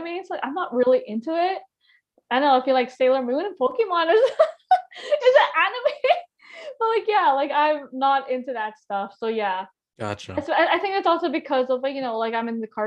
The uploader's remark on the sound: podcast was recorded on Zoom